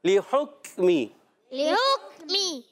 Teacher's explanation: نہیں کھینچیں گے ہا کو کاف سے ملانا ہے لے حکمی اب کاف شدیدہ مہموسا حرف ہے سختی کے ساتھ آواز بند بھی ہوگی پستی نرمی سے سانس بھی جاری رہتا ہے لے حکمی لے